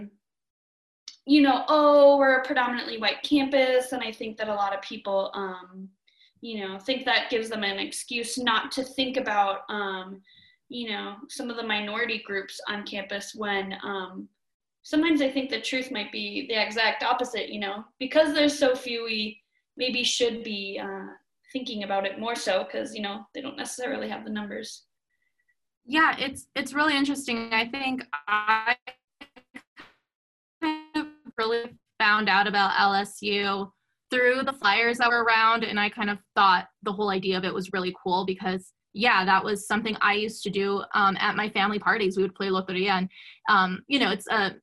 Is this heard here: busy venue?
no